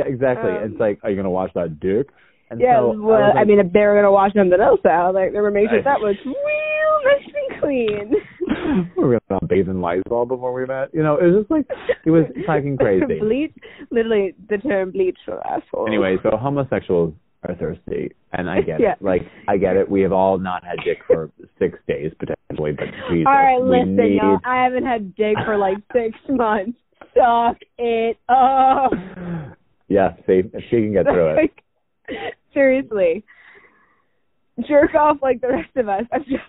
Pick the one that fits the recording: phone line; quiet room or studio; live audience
phone line